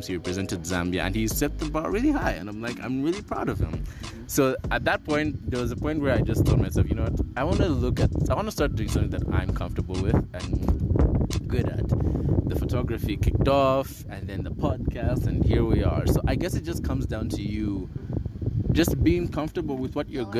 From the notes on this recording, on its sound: Apologies for the Wind in the background